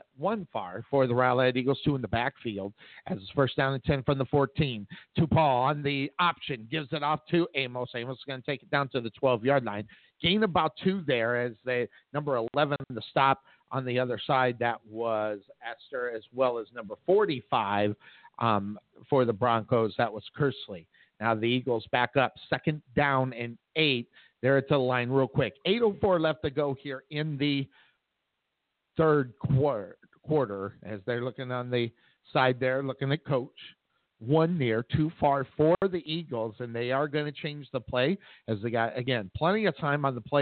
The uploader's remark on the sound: Live Play-by-Play